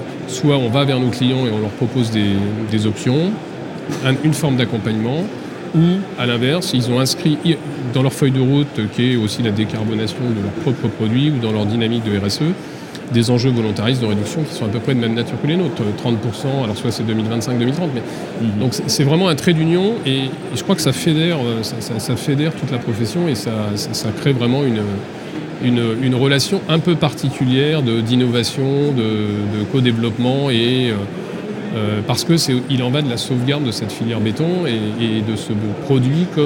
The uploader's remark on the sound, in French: Emission spéciale en direct de Batimat